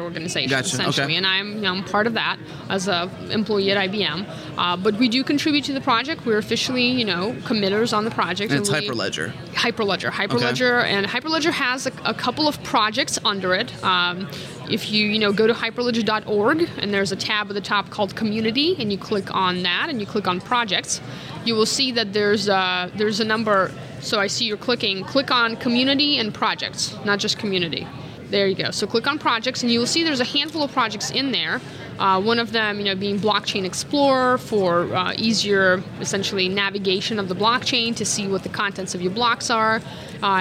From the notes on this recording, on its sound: In this episode of Spotlight recorded at All Things Open 2016.